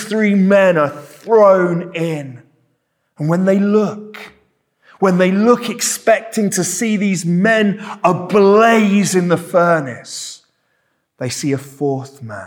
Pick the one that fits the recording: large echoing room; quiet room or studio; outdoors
large echoing room